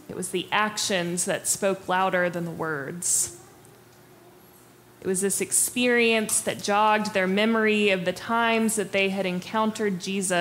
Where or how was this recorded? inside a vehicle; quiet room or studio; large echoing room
large echoing room